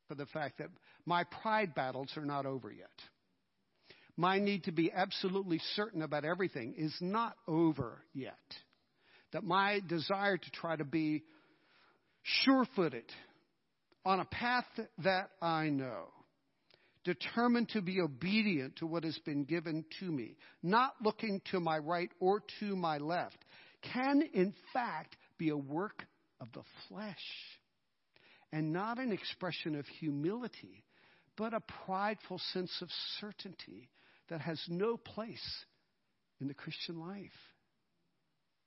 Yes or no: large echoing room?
yes